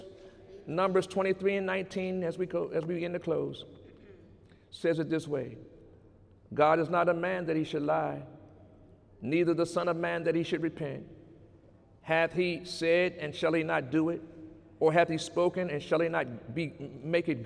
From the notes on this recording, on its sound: During Sunday morning service on November 4, 2018